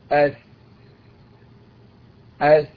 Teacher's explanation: يخرج من ظهر طرف اللسان وأطراف الثنايا العليا، ويكون ذلك بضغط طرف اللسان مع رؤوس الثنايا العليا وخروج طرف اللسان قليلا إلى الخارج · Term: حرف الثاء